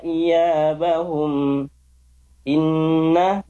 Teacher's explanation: Inna dengung. Ya, gunnah. Dua harokat ditahan.